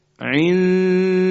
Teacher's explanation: ما نون رو مخفی میکنیم، میبریم در ابتدای مخرج دال، اما در این دو حرکتی که ما میخوایم انجام بدیم دال رو تلفظ نمی کنیم. ما در ابتدای مخرج دالیم، بعد از اینکه دو حرکتمون تموم شد دال تلفظ میشه. · Term: اخفا